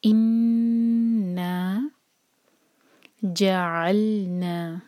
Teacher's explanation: عین کو حلق سے نکالیں گے اور جب عین کو لام سے جوڑیں تو وہاں جھٹکا نہ آئے